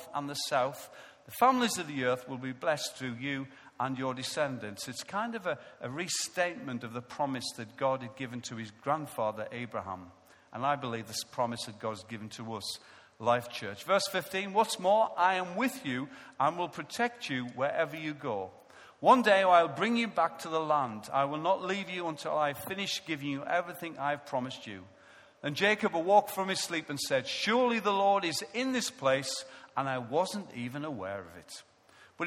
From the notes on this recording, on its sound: Recorded live at Life Church on Sunday 23rd November 2014